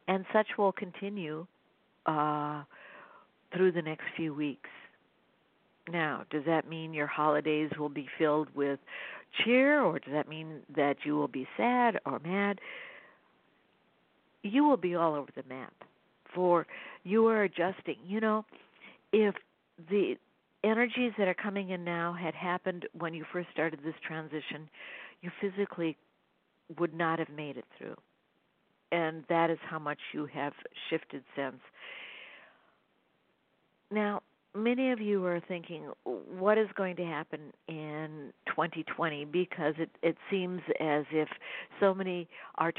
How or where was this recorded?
phone line